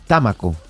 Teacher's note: el apellido es con esdrújula